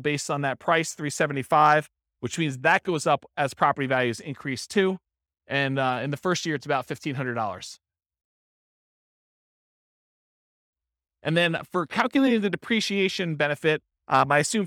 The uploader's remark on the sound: This was a live class recorded